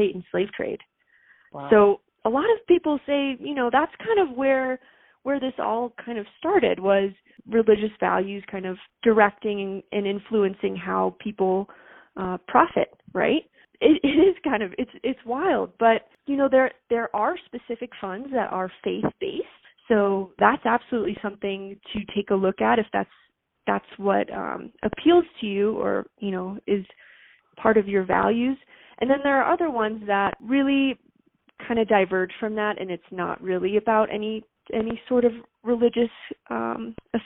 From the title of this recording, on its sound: Phone Audio